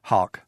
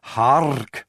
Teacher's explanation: The h gives it a beginning, the aspiration, but the rk, the R would have been more rolled in Elizabethan England than we do today · Shown in: second take